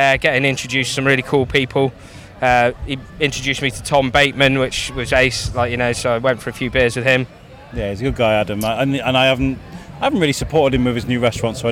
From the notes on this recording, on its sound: At Shrewsbury Food Festival 2023. Are on site for another spectacular event with mics in-hand, ready to document this fine occasion. Who was helping out at the Chefs Locker tent by cooking some tasty bites that were enjoyed on-mic.